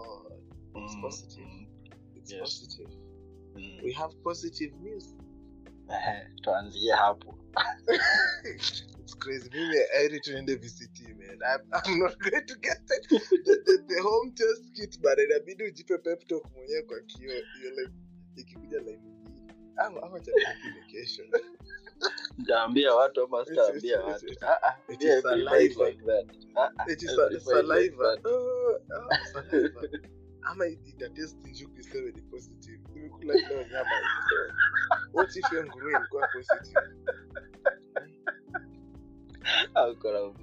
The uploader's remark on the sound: Forgive the sound quality, we were trying out a new anchor feature and the devil was on overdrive.